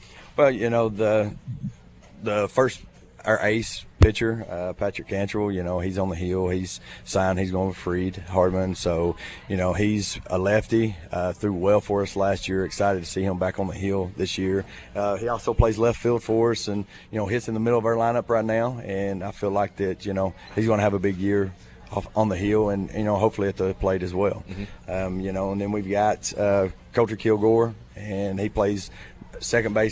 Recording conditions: busy venue